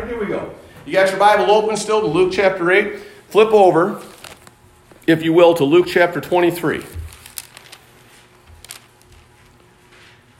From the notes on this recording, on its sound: Sunday morning message recorded live at Calvary Baptist Church of Caseville.